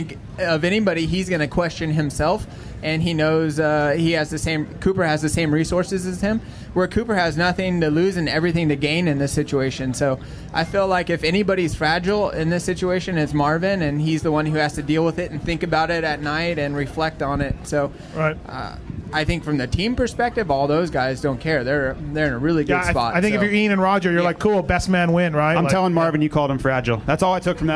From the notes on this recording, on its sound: Fly Racing Dallas SX Pit Party Show. Recorded last Saturday in Dallas. At the Fly Hospitality rig.